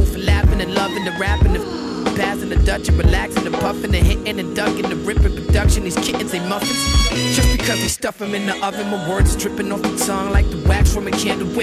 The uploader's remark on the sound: Originally broadcast live on July 12, 2018 from the storefront of Kinfolk 90 in Williamsburg, Brooklyn, New York City. Broadcast live on WAXX.fm.